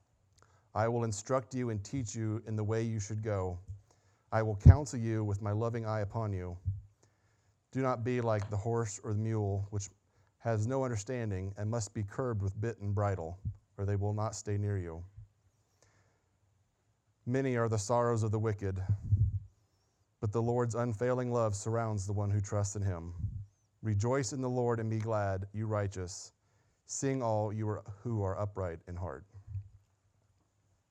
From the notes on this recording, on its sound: Sunday Morning Sermon Audio